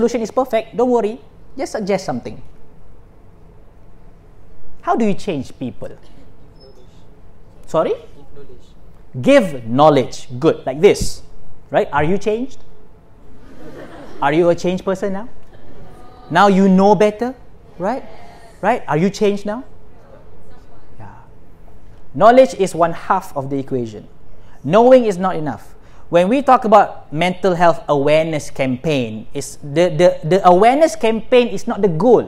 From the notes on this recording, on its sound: This is the recording from my second session of the mental health awareness seminar I did at USM-KLE IMP, India.